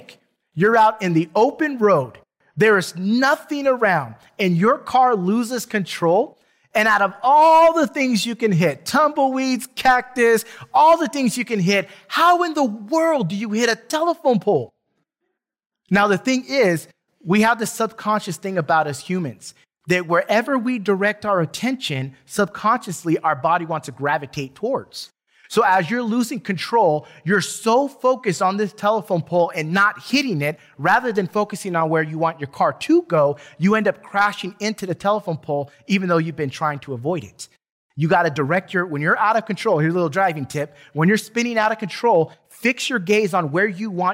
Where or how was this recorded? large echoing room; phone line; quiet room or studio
large echoing room